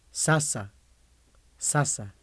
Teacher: That's a narrow grooved laminal S.